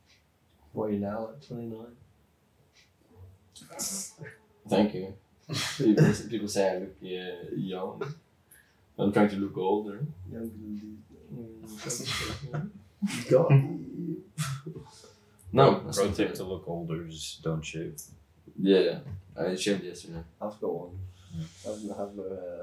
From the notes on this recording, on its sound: A special episode with a group of friends. Recording for this was done with a single microphone, so the audio quality is compromised.